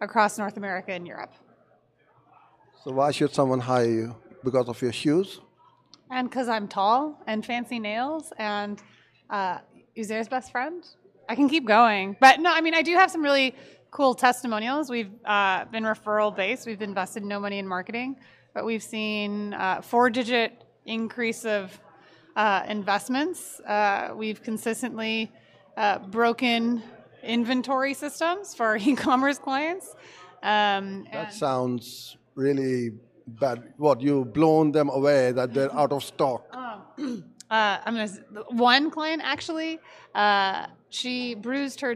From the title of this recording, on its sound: At DigitalMarketer Certified Partner Training Day